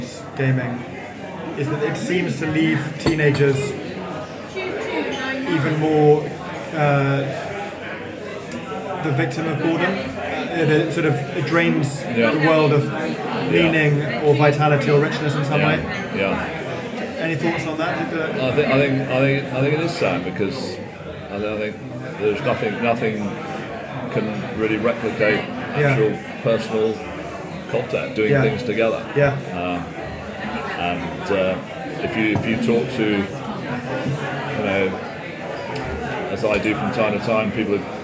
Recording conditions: busy venue